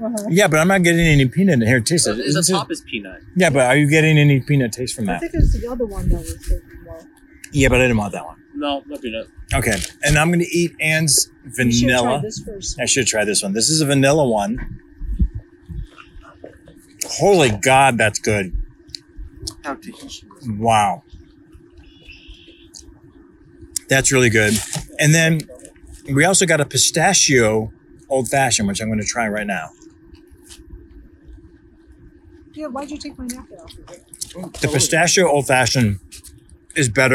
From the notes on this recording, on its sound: recorded a little travelogue/food log of every single place he ate while in Chicago